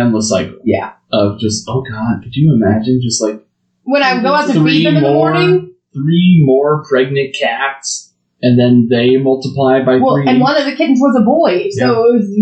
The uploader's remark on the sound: I'm aware that the audio sounds bad. You will ironically find out why pretty early in the episode.